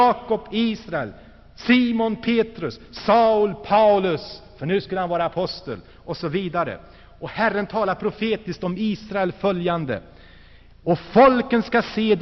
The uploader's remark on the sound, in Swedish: Inspelad i Saronkyrkan, G&#154;teborg 1984-11-04